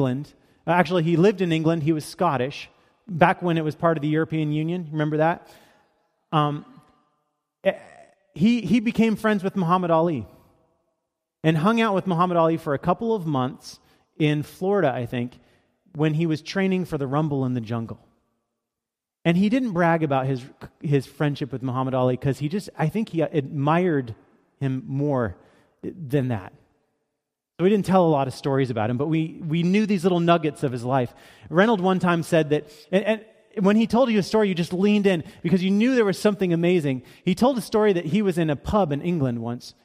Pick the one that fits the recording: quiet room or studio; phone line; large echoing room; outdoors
large echoing room